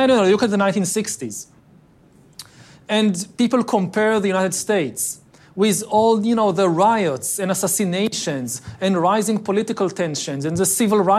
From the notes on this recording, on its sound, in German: Das beim Giga Gipfel von Handelsblatts, WirtschaftsWoche, Tageespiegel, ada und Vodafone in Sölden als Live-Podcast aufgezeichnet wurde.